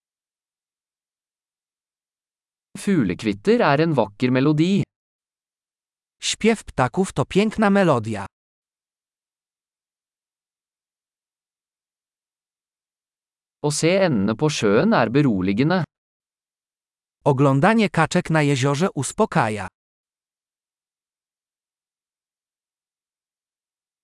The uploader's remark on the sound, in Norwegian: Lyden av den ravende bekken er terapeutisk.